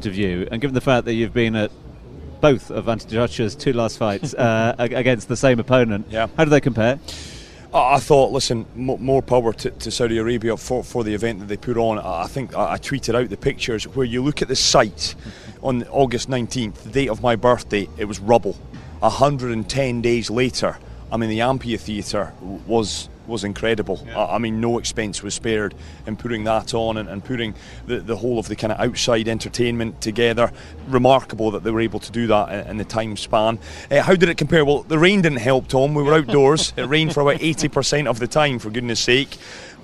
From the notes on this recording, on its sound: From the rooftop garden of Barasti. Back at Barasti, where the game is always on.